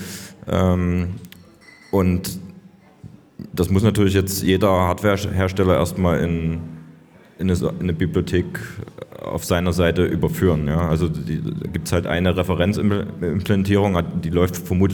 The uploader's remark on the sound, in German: Live vom Bitcoin Block München